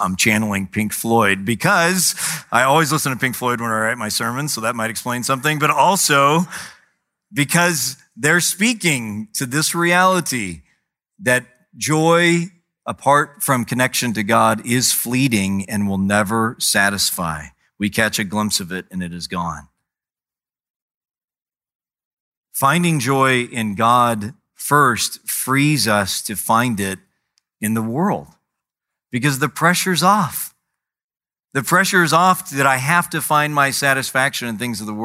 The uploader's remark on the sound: preached in June 2017 at Sojourn East